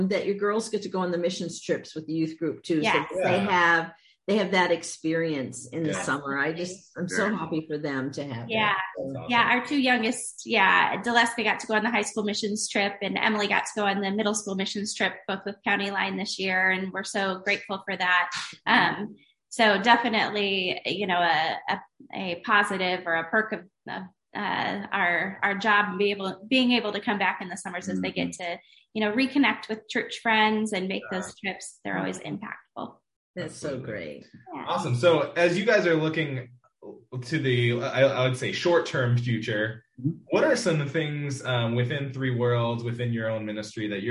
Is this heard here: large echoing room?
no